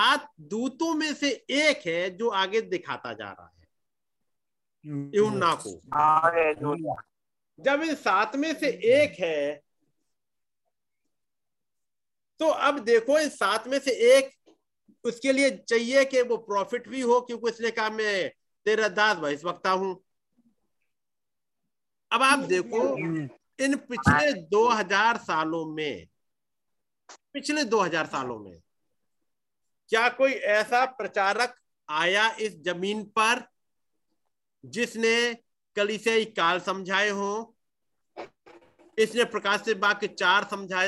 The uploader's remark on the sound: Zoom Meeting